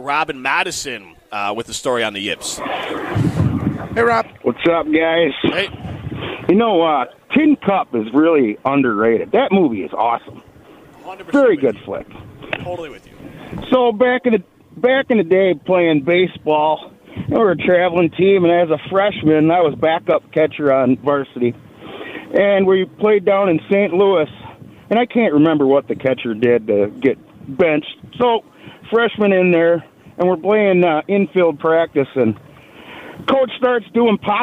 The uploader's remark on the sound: live at University Ridge Golf Course